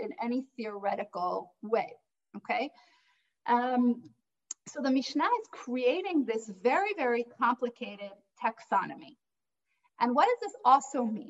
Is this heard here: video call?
yes